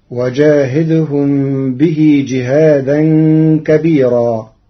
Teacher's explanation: قرأ ورش كلمة كبيرا بترقيق الراء المنصوبة المنونة وصلا ووقفا لوجود ياء ساكنة قبلها